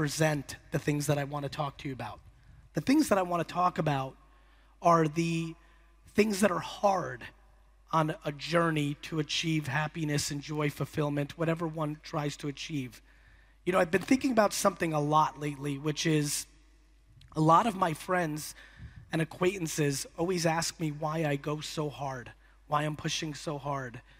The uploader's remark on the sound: Greator Festival Keynote. The hour long keynote I gave in Germany at the Greator Festival.